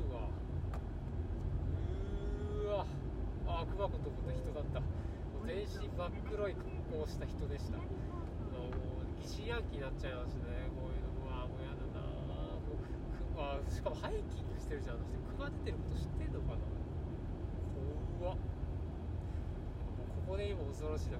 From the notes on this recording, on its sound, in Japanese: 新潟ドライブ中に配信。新潟ドライブ中に暇だったので録音しました。